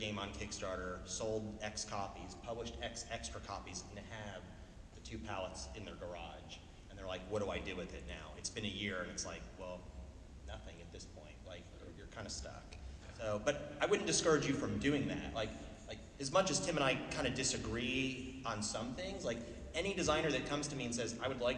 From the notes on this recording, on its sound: CEO Panel at pax unplugged.